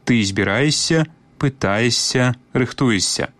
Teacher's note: У вымаўленні тут абавязкова павінен быць падоўжаны мяккі «с».